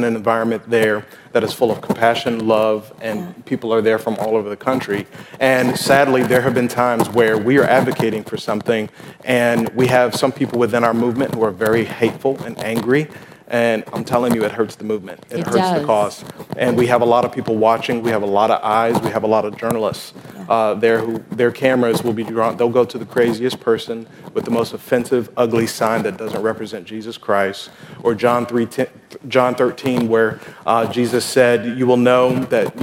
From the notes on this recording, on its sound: at the Evangelicals for Life 2018 Conference in Washington D.